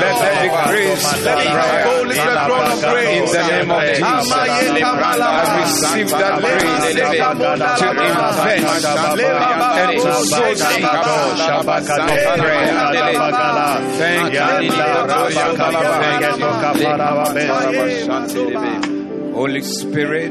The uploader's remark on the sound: Preached at the Doxa Service.